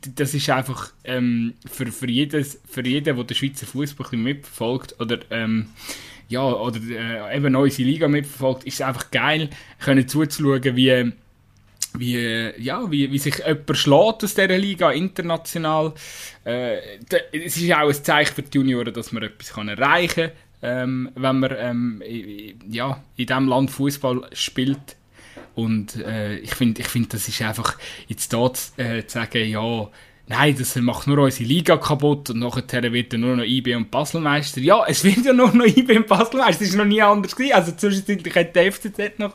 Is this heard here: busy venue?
no